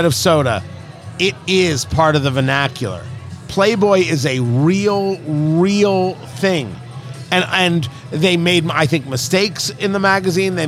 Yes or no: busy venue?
yes